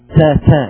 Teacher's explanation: كل مرة تقول تا أنت تخرج هواء. ولذلك لما تجعل كبريت مثلا أمامك يشتعل وتقول تا تا، تلاحظ أنه شعلة الكبريت تضطرب، لأنه هناك صوت، هناك عفوا هواء يخرج، نفس يخرج.